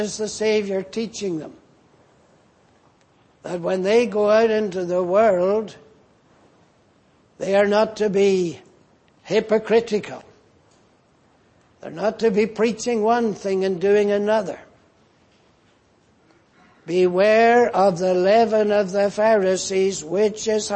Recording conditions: large echoing room